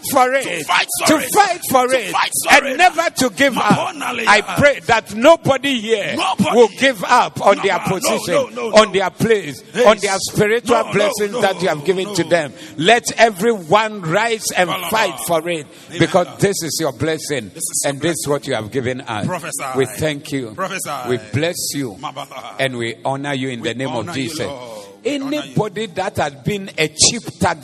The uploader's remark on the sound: Preached at the Zeloo Service